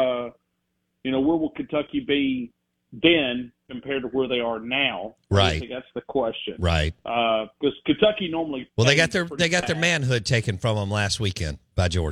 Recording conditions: phone line